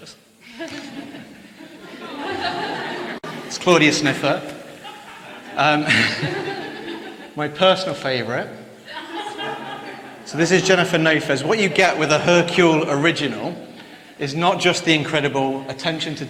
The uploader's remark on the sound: Live from IWITOT 2022